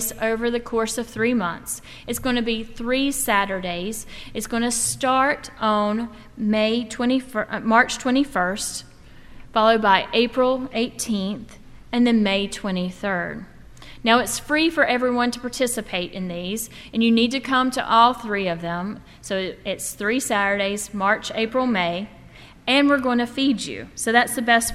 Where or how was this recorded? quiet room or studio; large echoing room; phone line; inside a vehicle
large echoing room